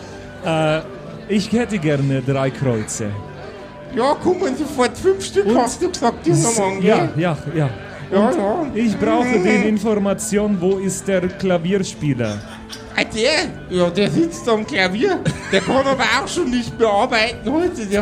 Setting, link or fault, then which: setting, live audience